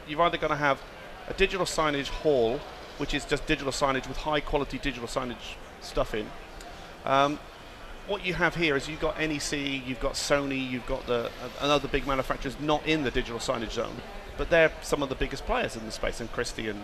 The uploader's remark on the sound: Live from InfoComm 2015. Live from the InfoComm 2015 Show floor.